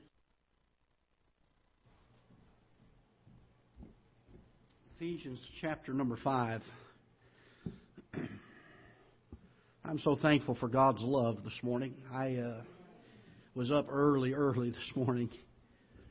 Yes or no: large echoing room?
yes